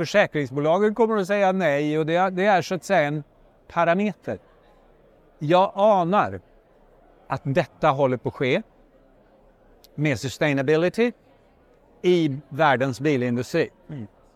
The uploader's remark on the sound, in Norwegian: live fra Oslo Business Forum